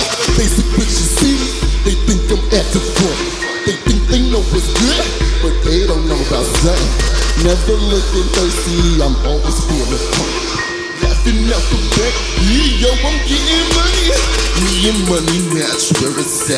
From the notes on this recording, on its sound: Live from SXSW.